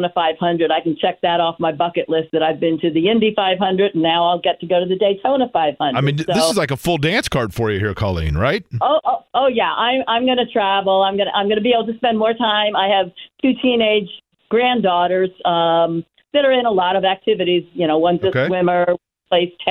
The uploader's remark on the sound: we open the phone lines for listeners to ask or state anything they want